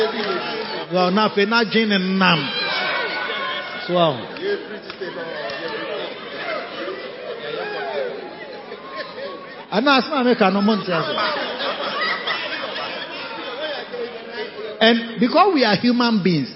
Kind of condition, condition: setting, large echoing room